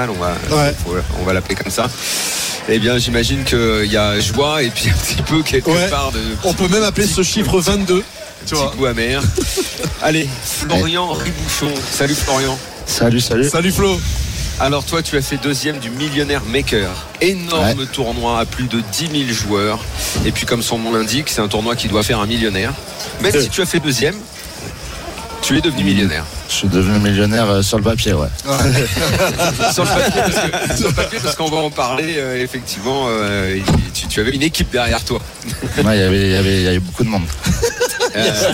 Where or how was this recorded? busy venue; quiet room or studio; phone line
busy venue